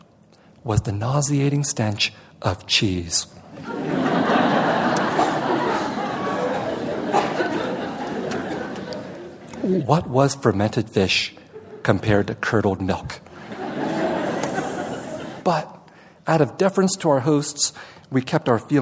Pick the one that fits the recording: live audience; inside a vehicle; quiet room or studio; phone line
live audience